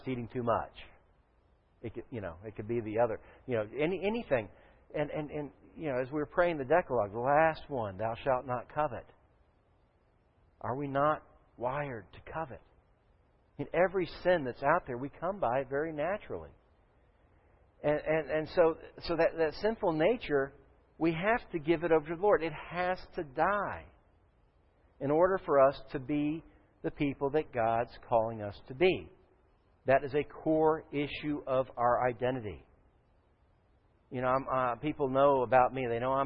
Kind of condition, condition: setting, large echoing room